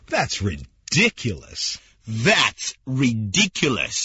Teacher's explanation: when you say ridiculous, you've got to really stress the second syllable